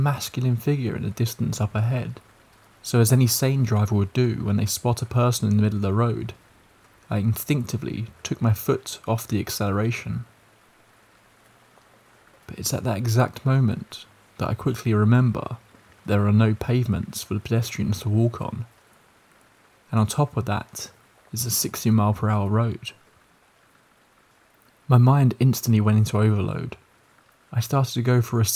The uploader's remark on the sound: Scary stories with the sound of rain falling in the background